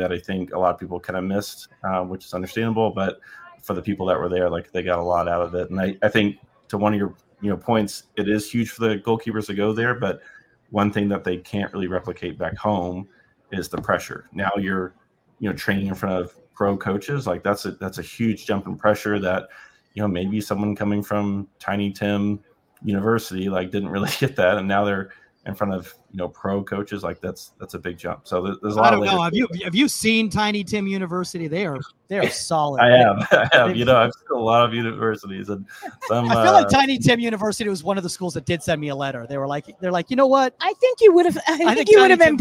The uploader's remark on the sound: Live From Convention. Meet US in Exhibit Hall D On Media Row! We are Live At The NWSL Draft in Anaheim CA.